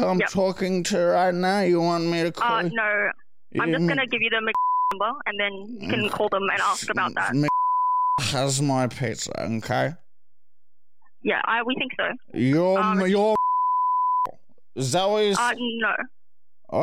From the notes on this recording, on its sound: We have hilarious phone calls with our old boss